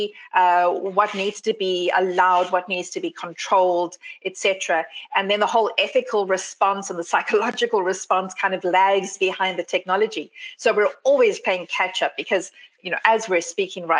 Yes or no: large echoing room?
no